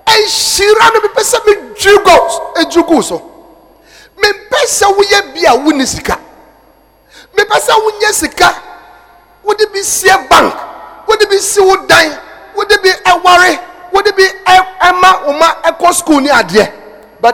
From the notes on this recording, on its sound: Preached at Anagkazo Assemblies Cathedral